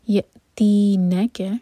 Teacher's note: stretch کے بعد جو لیٹر آتا ہے اس پر زور دیا جاتا ہے تو یہاں پر نون پر زور دیں گے